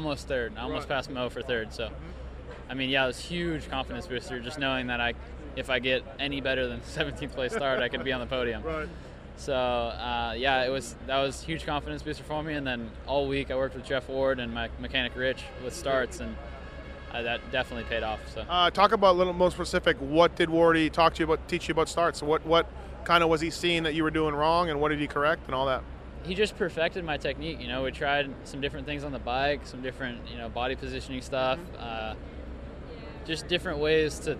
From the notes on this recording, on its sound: Post race interviews from Dodger stadium.